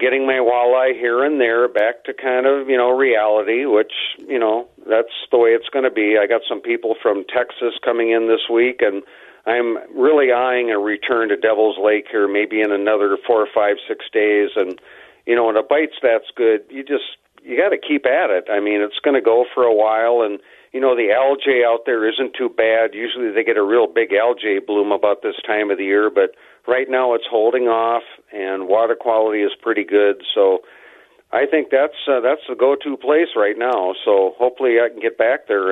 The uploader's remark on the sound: Opens up the phone lines to let listeners vent their frustrations.